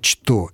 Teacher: Петербуржцам было свойственно сохранять «ч» в словах «что», «потому что» и произносить, соответственно, «что».